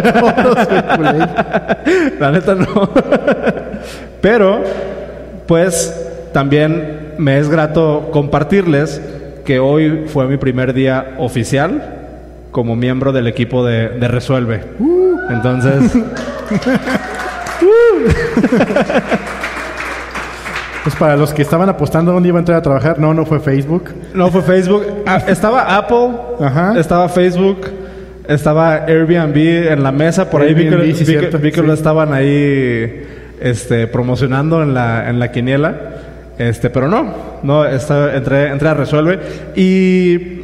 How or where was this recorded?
live audience